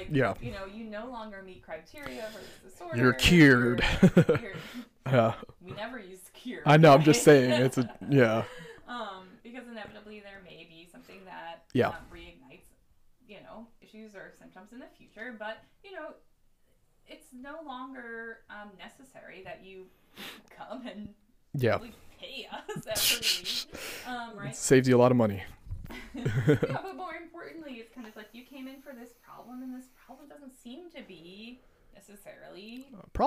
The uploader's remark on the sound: Audio was so fuzzy that it was totally unusable. Mic recording. Speaking in the background. We apologize for the uneven audio.